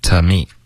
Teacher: TO 的这个字我们弱读为 T me 不用嘟嘴了